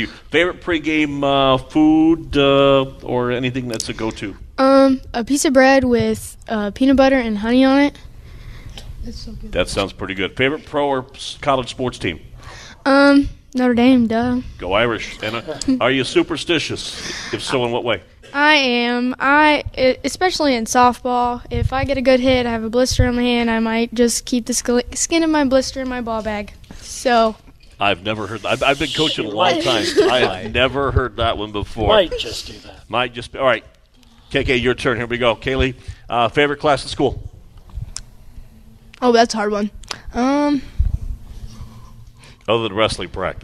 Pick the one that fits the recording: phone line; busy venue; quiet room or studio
busy venue